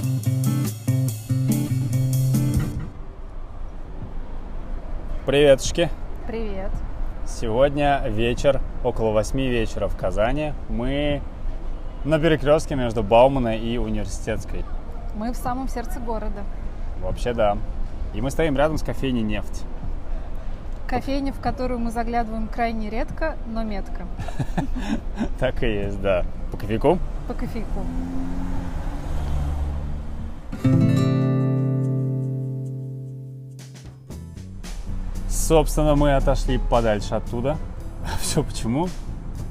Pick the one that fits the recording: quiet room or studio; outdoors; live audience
outdoors